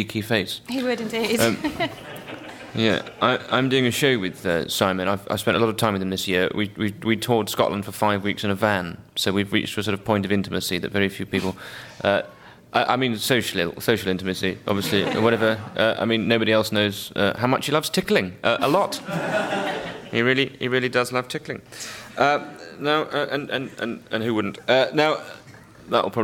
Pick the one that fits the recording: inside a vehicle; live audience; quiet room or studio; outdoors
live audience